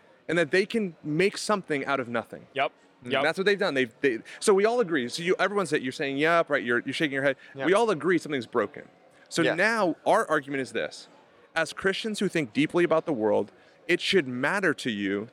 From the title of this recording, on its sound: FLF conference interview